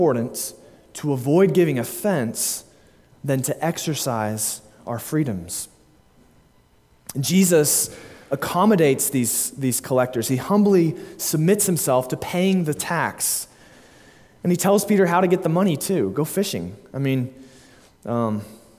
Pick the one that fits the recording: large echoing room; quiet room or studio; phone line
large echoing room